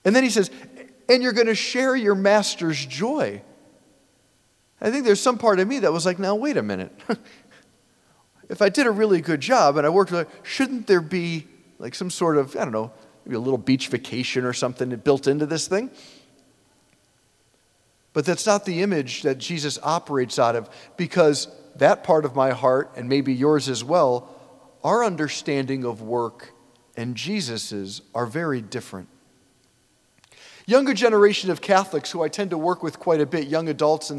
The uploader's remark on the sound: preached this homily on November 19, 2023 at St Basil the Great Catholic Church in Brecksville, OH.